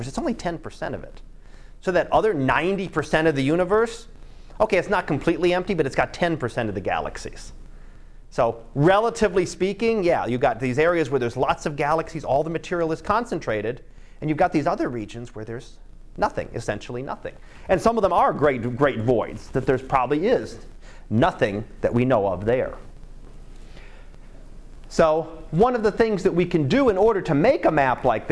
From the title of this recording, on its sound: Live Class Lecture